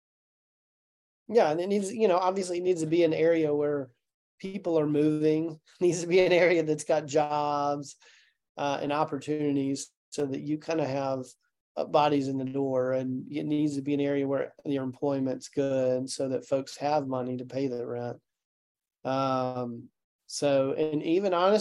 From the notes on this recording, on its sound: In this special Zoom session